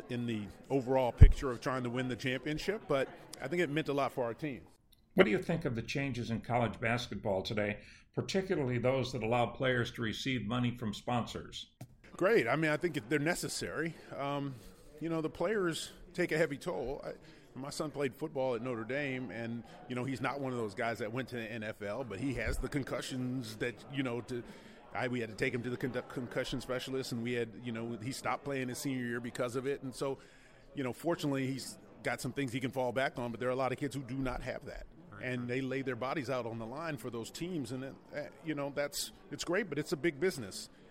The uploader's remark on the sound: Recorded at the V Foundation Gala in Sarasota